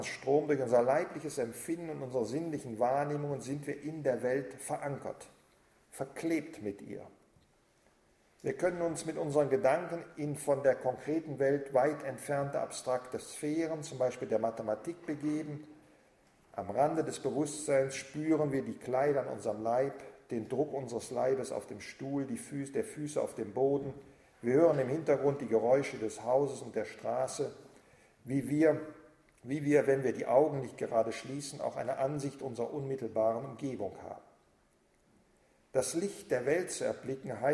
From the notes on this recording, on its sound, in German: Vortrag im Rahmen der Husserl-Arbeitstage 2009.